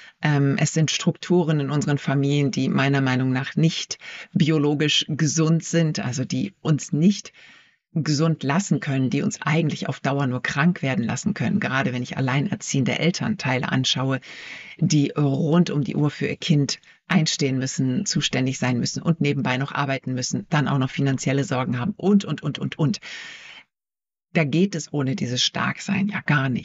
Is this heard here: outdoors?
no